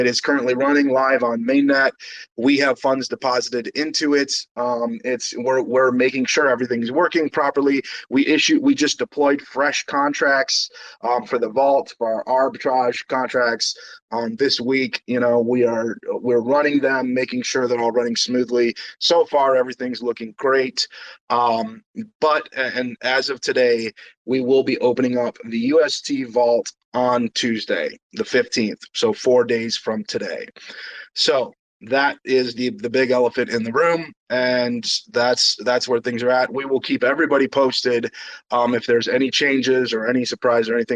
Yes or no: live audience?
no